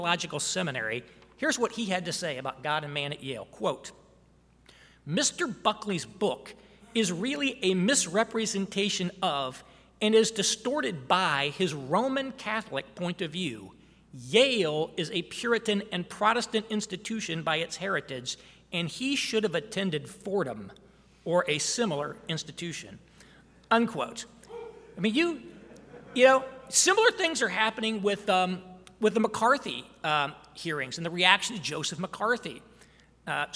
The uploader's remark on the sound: address at the Miami National Conservatism Conference